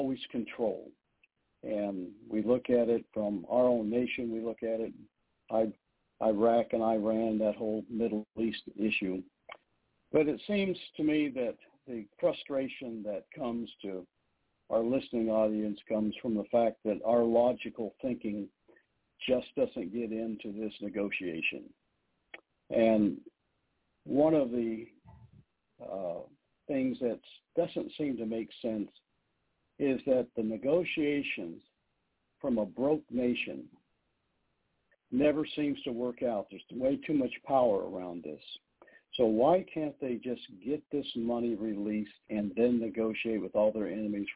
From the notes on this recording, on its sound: TNTSuperfantastic Conference Call.